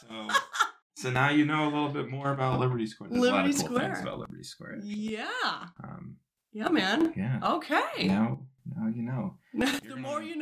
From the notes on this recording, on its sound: During this episode we encountered some software issues with our microphone software. The audio is going to sound a little jittery with some pops and crackles. I did the best i could to fixing all of that but it didn't come out perfect.